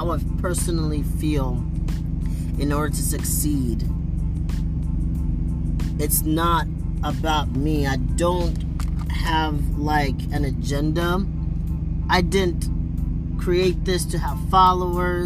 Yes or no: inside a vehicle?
yes